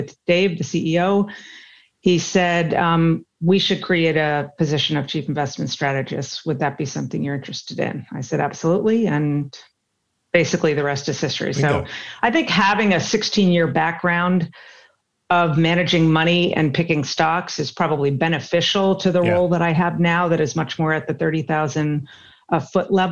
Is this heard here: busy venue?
no